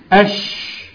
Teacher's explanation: ده مش مجرد نفس ولا صوت، لو صوت كتبقى أش أش، لو نفس أش، لكن صارت أش، تحس إن الهواء ملى الفم وعمال يتقلب فيه · Term: تفشي